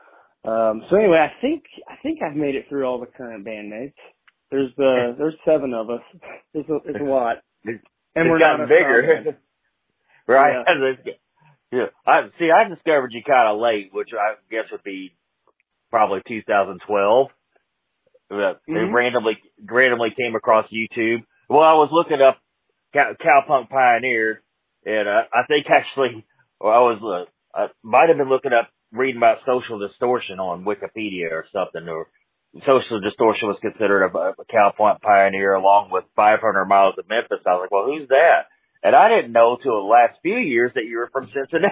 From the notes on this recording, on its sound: calls in to chat